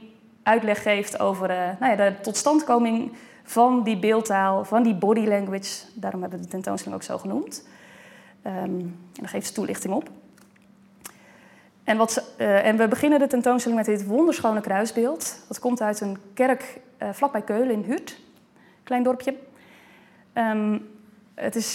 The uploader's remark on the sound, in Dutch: Deze opname is een opname van de lezing die op 29 september 2020 is gegeven in Museum Catharijneconvent.